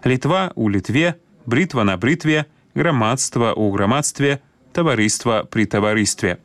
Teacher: гук «т» не змяняецца на мяккі ў формах назоўнікаў, якія закончваюцца на «тва» і «тво»